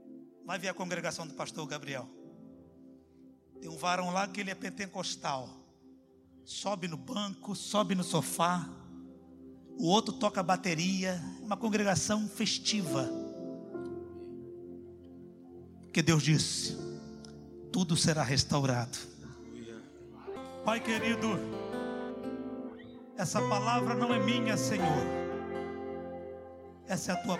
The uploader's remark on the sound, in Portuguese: CULTO AO VIVO